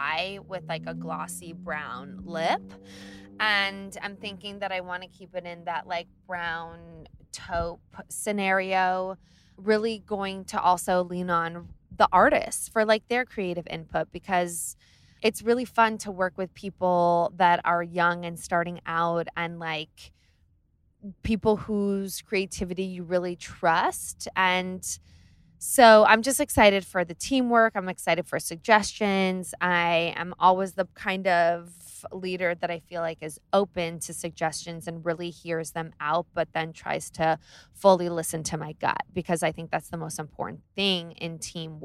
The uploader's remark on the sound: Taking you on the road from Southampton to NYC! I literally did this in my car while driving in the most insanely bonkers traffic I’ve ever been in.